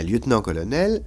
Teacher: vous ne dites pas un lieutenant-colonel, vous dites un lieutenant-colonel, et l'accent qui était sur nan a disparu · Term: la désaccentuation